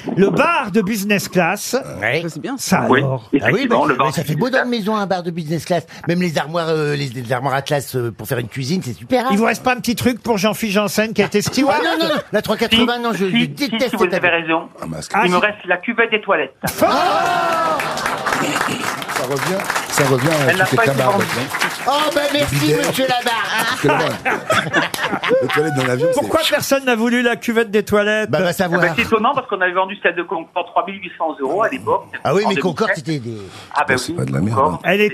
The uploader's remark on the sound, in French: au téléphone ce 17 octobre avec les Grosses Têtes